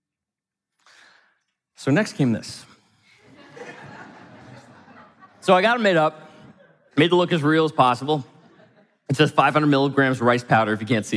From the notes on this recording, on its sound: from the stage of Mindvalley’s A-Fest